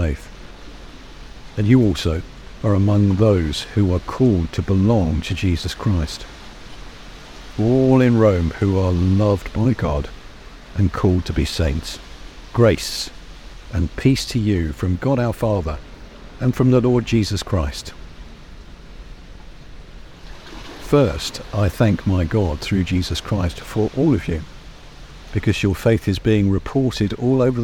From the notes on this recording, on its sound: The sounds of the sea and of Swanage were recorded today from 'The Haven' on Swanage Bay. Although there are a few noisy people, I hope this natural soundscape helps give atmosphere to this first recording.